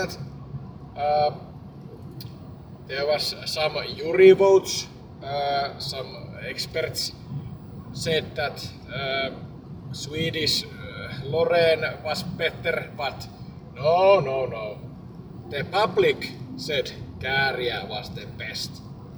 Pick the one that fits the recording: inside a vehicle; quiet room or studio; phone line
inside a vehicle